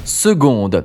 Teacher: il y a bien un C qui se prononce G